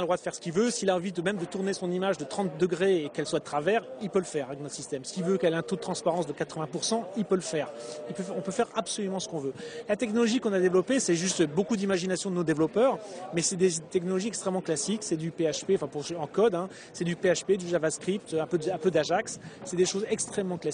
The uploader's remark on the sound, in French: au Universite d'Eté du MEDEF 2012 et ai pris l'occasion d'enregistrer cet entretien